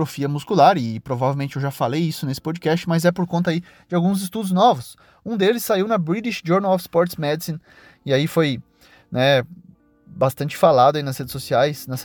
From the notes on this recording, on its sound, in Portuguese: Relembrando os velhos tempos gravando um episódio dentro do carro